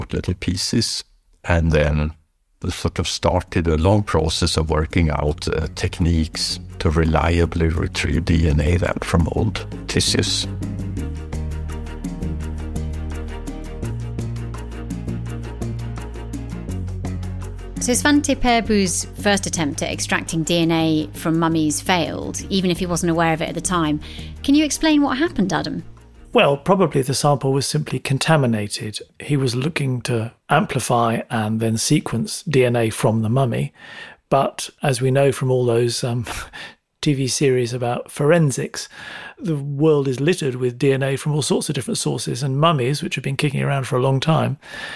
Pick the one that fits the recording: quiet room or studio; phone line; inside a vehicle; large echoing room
quiet room or studio